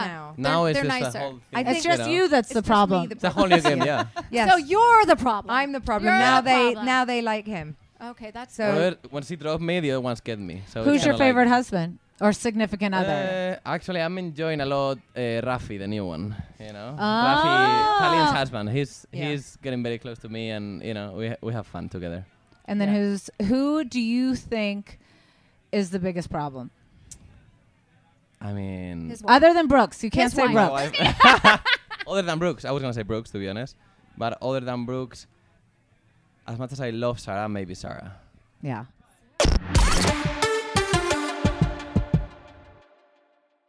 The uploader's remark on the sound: Live from BravoCon